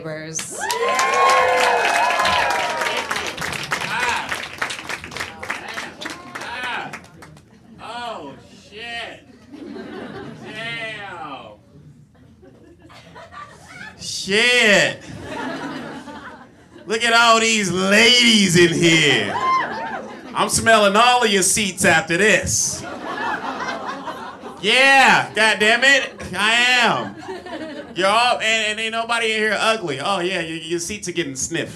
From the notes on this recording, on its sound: Live! In NYC. First ever NYC live show at Union Hall in Brooklyn.